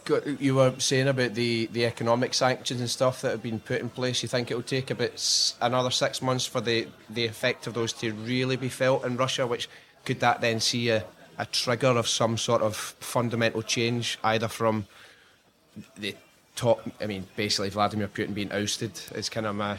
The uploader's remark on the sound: Recorded in a cafe in the heart of Istanbul.